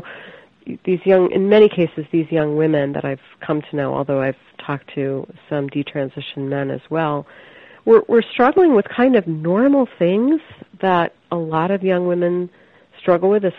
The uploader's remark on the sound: I spoke with her over the phone from her home in Philadelphia.